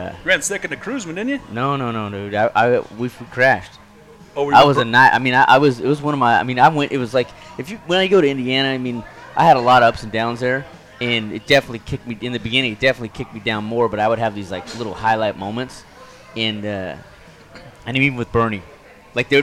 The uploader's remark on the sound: The guys are in Knoxville, Iowa for the 62nd annual Knoxville Nationals. We are LIVE at the One Eleven Public House in downtown Knoxville.